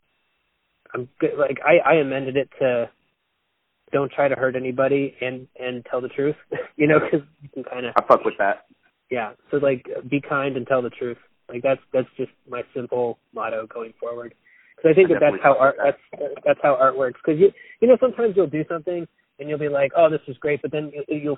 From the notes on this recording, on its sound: I downloaded a call recorder on my phone for $10 and recorded this bad boy in the car